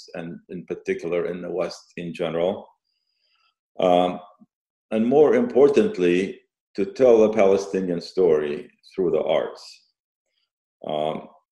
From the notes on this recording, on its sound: The Institute of Palestine Studies as part of their webinar series. We thank them for allowing us to use the audio of this webinar.